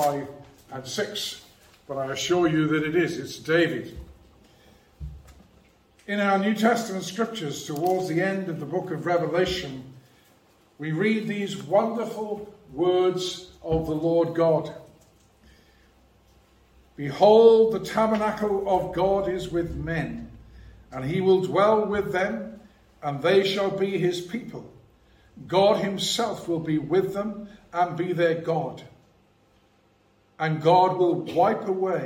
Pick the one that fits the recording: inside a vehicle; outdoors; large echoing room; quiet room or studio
large echoing room